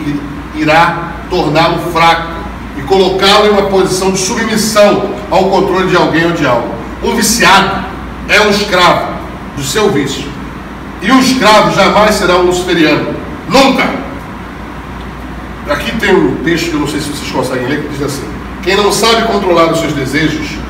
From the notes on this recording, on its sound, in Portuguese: Trechos da Palestra Realizada no Coquetel da Ordem dos TributÃ¡rios